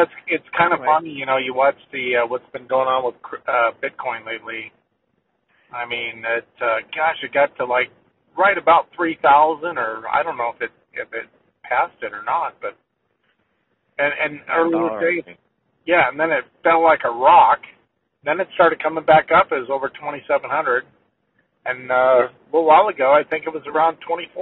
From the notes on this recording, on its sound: conference call